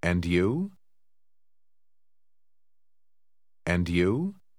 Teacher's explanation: wie das D sich mit dem Anlaut J von you verbindet? Sie werden das in der schnell gesprochenen Sprache häufig so hören.